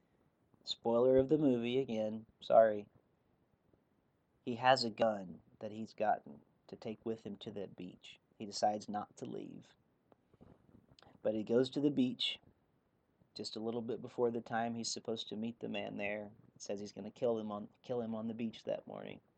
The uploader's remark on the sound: The audio on today's episode turned out to not be great. I'm not sure why there is so much background noise on the audio but given the nature of the episode I couldn't rerecord it so it is what it is.